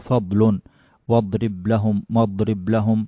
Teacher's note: زمن الاستطالة في حرف الضاد الساكنة كم؟ مقداره مثل كلمة فضل، لا يصل حركتين